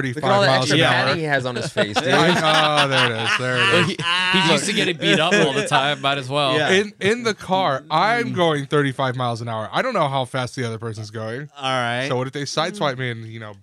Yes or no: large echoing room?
no